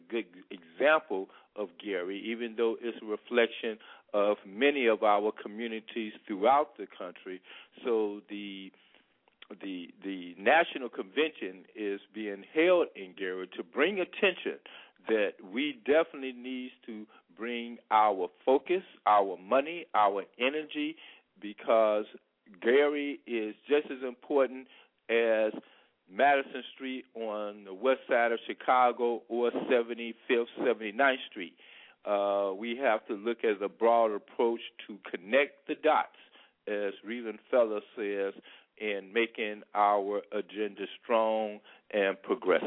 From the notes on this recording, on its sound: Join us as Black Wall Street Districts across the nation call in to update the country on what's going on in their communities.